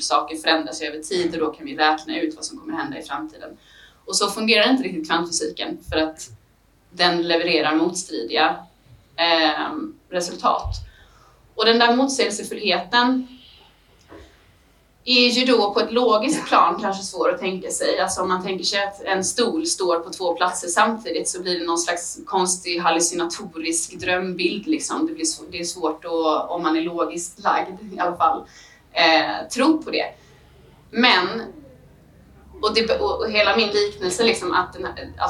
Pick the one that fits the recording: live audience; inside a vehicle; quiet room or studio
live audience